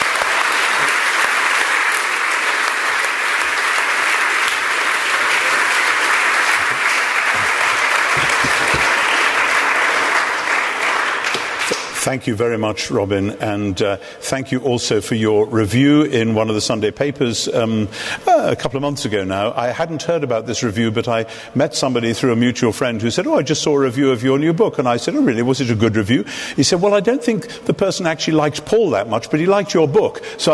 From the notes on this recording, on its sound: In front of an audience at Westminster Central Hall, London. The lecture was part of an event by SPCK.